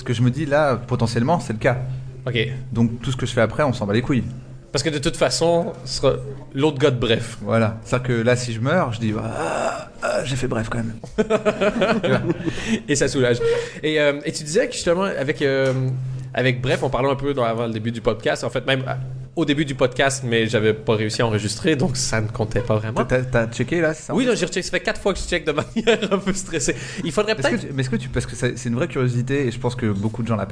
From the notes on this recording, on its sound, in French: le public du "Kings of Comedy Club"